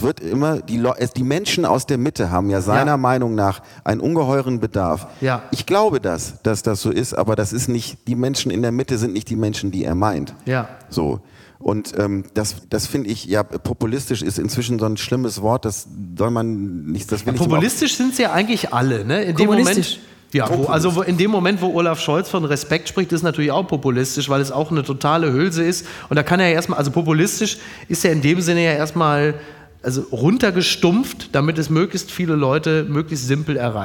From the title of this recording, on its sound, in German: live aus Hamburg